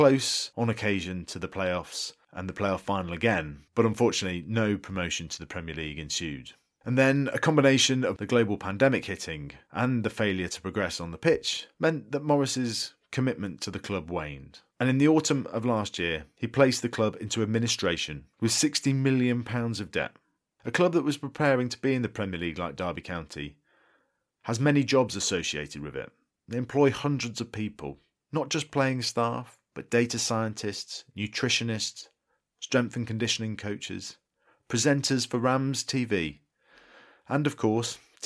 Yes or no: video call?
no